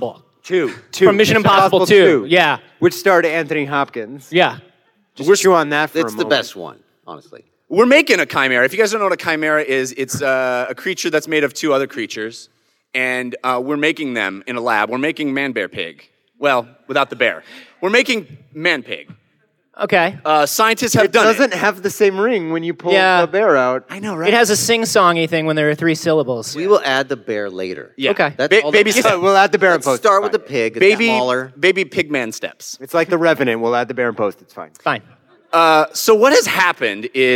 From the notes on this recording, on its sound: LIVE from PAX South 2017! This episode was recorded LIVE at PAX South 2017 in San Antionio. Thanks to everyone who came out to the live performance!